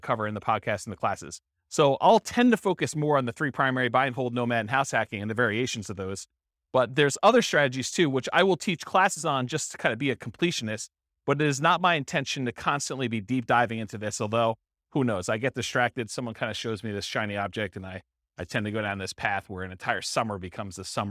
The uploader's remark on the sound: This was a live class recorded